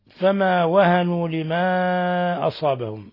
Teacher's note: مد منفصل من انفصال حرف المد عن الهمز، ومد من 4 إلى 5 حركات